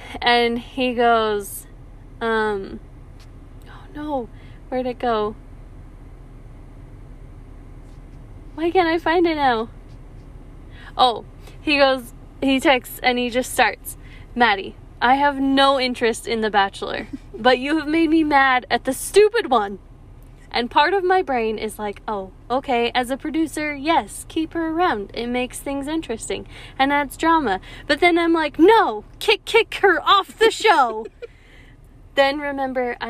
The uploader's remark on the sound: The Car Pod. Podcasting from the car!